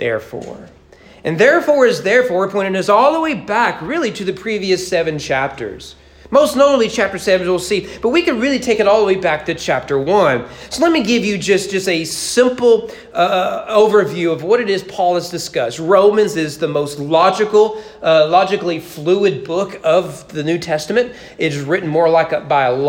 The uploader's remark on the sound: Sermon preached at East Frankfort Baptist Church on April 2022 during morning worship.